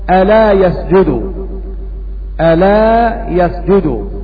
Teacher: قرأ الكساء بتخفيف اللام